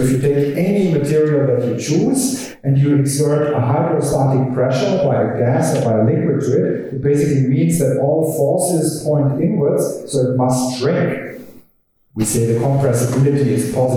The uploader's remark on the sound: The podcast was recorded from an event held on Tuesday 9 April, 2019 at the University of Sydney.